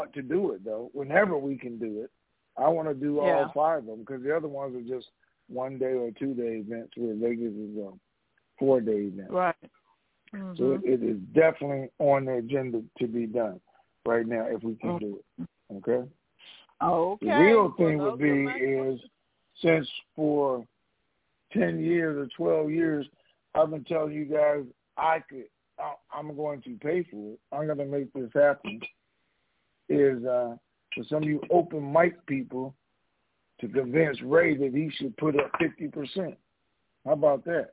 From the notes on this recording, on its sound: TNTSuperfantastic Conference Call